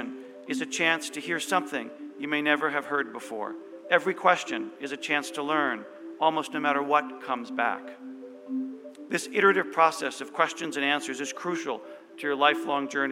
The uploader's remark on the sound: Sounds from Clark's 118th Commencement Ceremonies